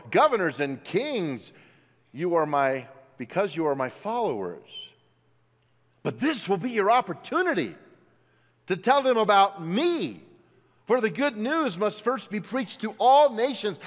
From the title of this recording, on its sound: at Timberline Church